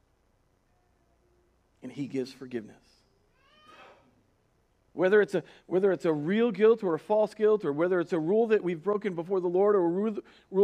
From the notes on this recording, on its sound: Recorded on March 1st, 2020 at Word of Life Church in Le Sueur, MN.